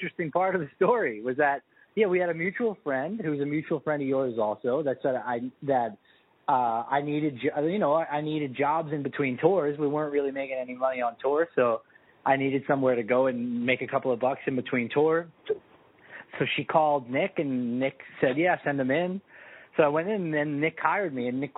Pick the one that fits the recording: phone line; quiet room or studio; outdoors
phone line